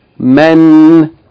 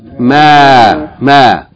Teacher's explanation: But if you stop on it, the aleph is going to be pronounced. It's going to be pronounced as though it's elongating the fatha of the tanween. · Shown in: second take